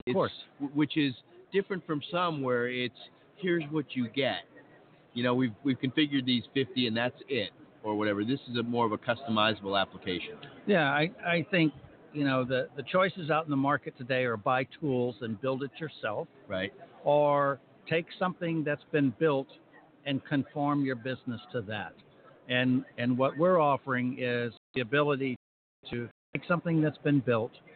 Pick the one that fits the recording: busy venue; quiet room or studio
busy venue